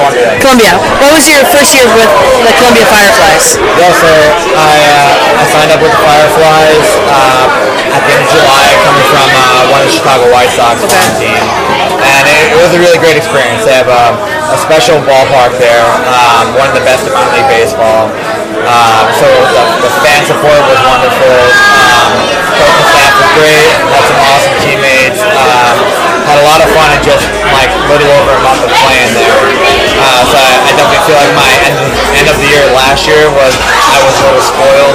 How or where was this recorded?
busy venue